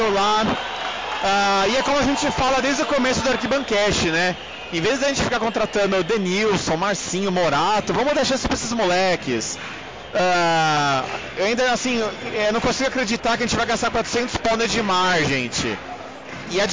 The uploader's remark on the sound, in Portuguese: Primeiro episódio gravado diretamente das arquibancadas do Morumbi!